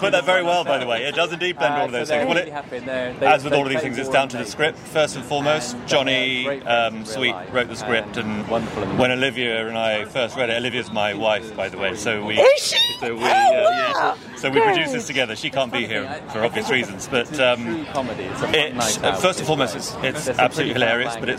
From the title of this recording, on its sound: Straight from the 2023 Tiff Red-Carpet Premier